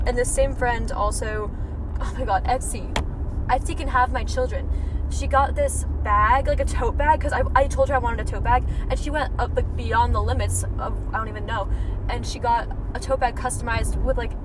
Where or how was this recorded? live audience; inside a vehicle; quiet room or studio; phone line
inside a vehicle